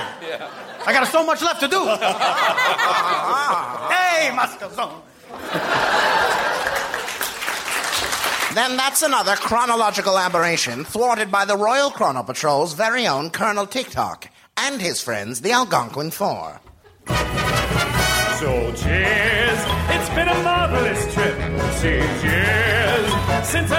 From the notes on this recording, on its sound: Recorded Live 10/13/2012 at Largo, Los Angeles.